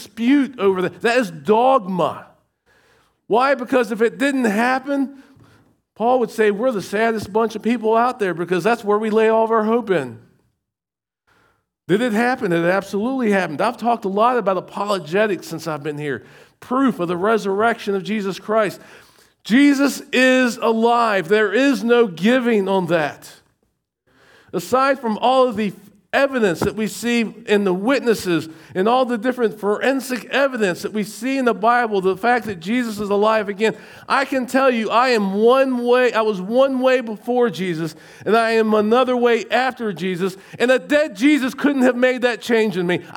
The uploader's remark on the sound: Recorded at Shenandoah Valley Baptist Church on Oct 15, 2023.